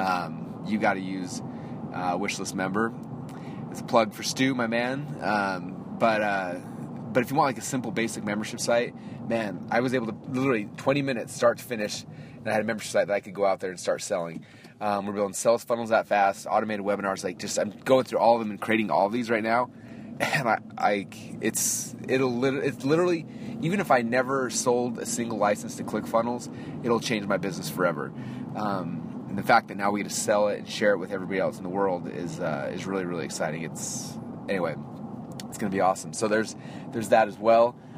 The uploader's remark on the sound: On His Way To Jujitsu. I am doing a special Marketing in Your Car from inside the Mommy Mobile. I am actually driving right now to Jiu Jitsu.